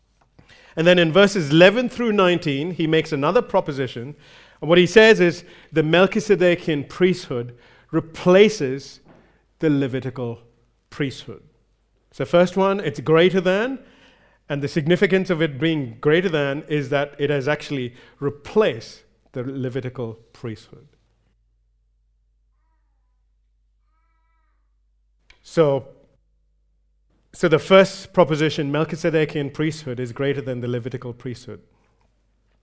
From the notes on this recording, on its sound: recorded live at Grace Community Bible Church